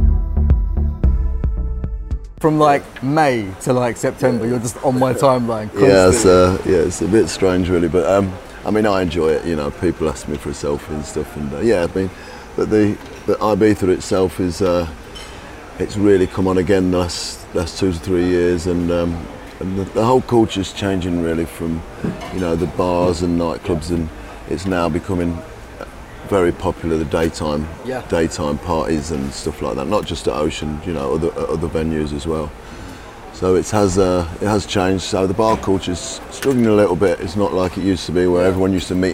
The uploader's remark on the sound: Ocean Beach in Ibiza – where we recorded this interview